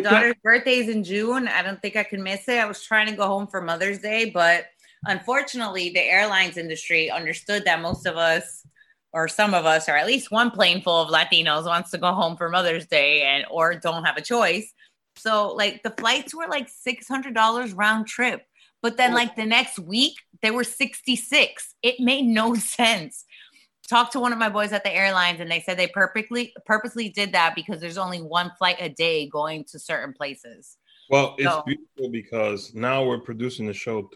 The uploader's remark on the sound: Celebrate Cinco de Mayo using ZOOM Video Conference.